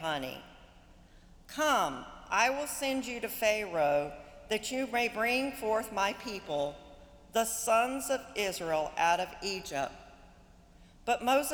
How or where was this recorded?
large echoing room